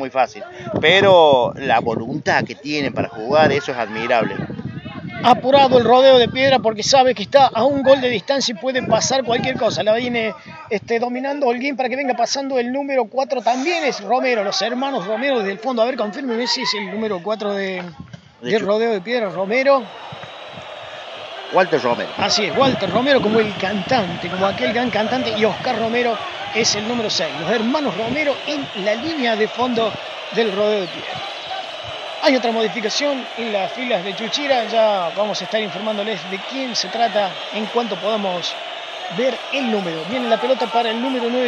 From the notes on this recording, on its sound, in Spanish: Desde el Club Atletico Sacachispas, la Radio Comechingones transmitió on line para todo el mundo el primer partido de Futbol Senior desde el techo de las instalaciones del queridisimo club. De esta manera, nace un hito en la historia del futbol de Villa de las Rosas.